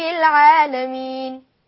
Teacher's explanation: المد العارض للسكون ومد العارض 2 و4 و6 اللي هو القصر والتوسط والإشباع